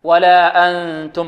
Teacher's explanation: نون بعدها تاء من حروف الإخفاء، ولابد من الاتيان بالغنة هنا